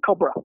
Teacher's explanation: So that's the second syllable in English is reduced. It's just a schwa.